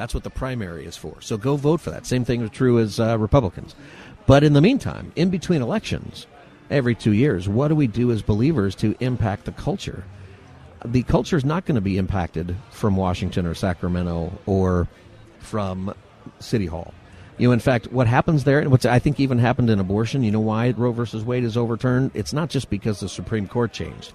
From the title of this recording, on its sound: Live from the Ronald Reagan Presidential Library